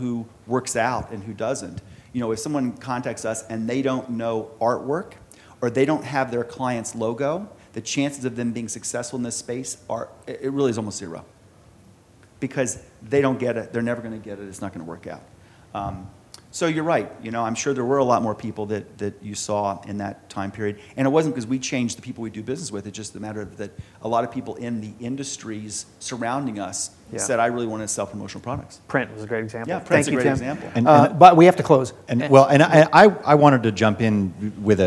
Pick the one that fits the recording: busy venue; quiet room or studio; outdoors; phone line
busy venue